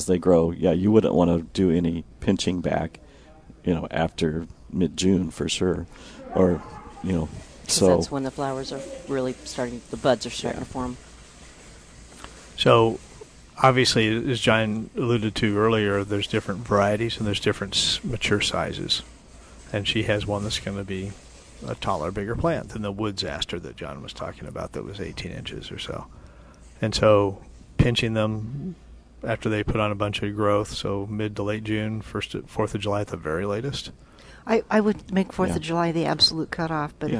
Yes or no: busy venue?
yes